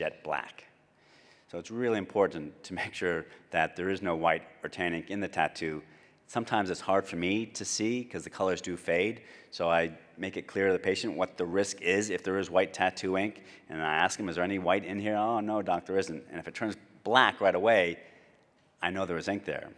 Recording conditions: large echoing room